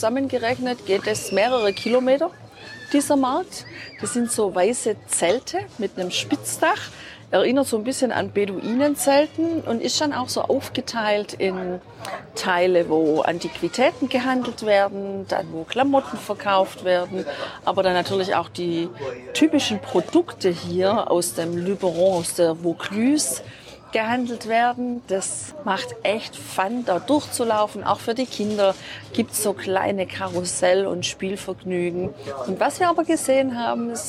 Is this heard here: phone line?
no